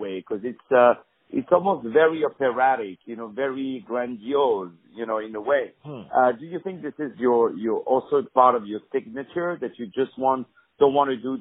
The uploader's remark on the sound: On the phone